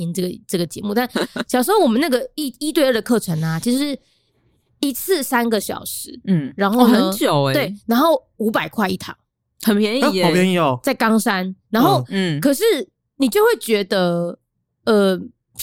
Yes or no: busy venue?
no